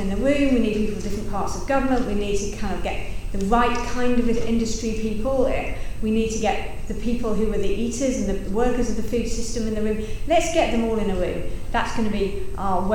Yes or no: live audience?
yes